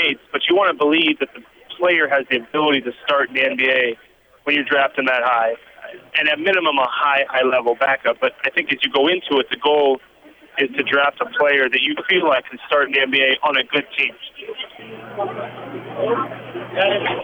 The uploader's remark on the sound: Conference Call (5/30/12)